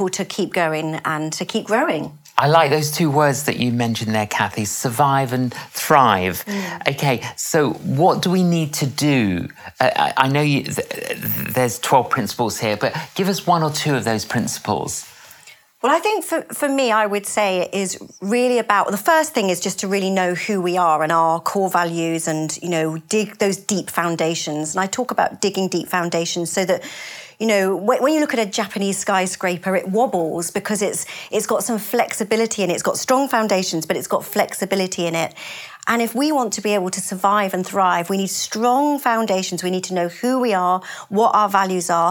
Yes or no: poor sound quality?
no